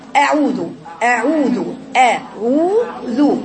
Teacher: يبقى أعوذ أعوذ أعوذ والبعد العين المضمومة واو مدية حركتين الإطالة في الواو المادية